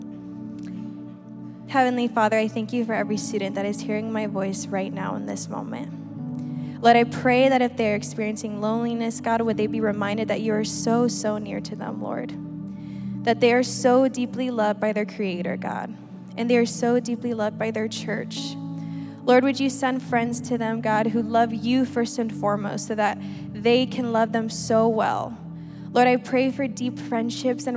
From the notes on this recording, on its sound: This weekend, we combined our regular service with Saddleback Student Ministries for a time of worship, panel conversations with students.